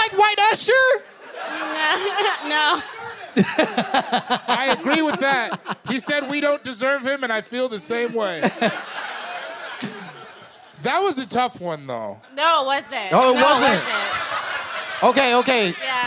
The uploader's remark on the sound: My Momma Told Me Live from Seattle!